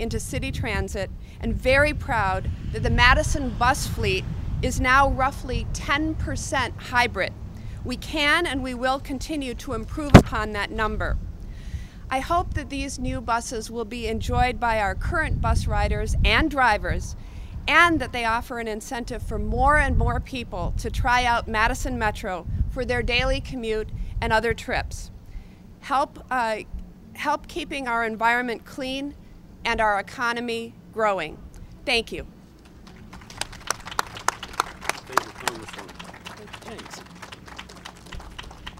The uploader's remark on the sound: Madison Metro: Press Conference on New Hybrid Buses. Madison City Channel captured this press conference.